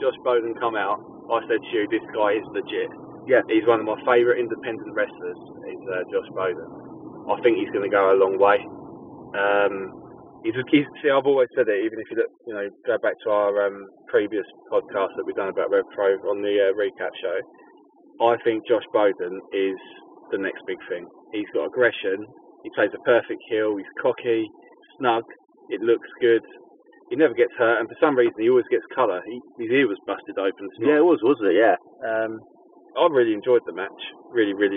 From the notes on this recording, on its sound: on our drive home